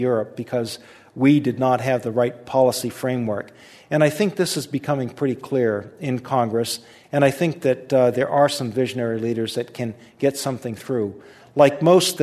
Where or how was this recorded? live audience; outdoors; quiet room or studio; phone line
live audience